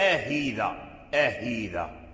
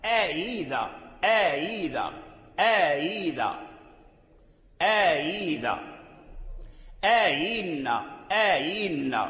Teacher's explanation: يتولد من نطقك حرفا لا هو همز ولا هو ياء، ممزوج شيء من الهمز وشيء من الياء · Shown in: second take · Term: التسهيل